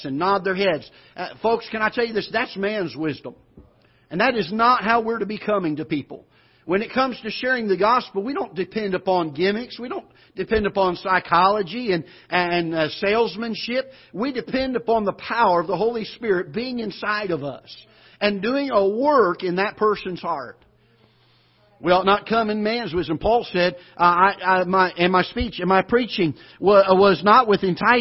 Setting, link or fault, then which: setting, large echoing room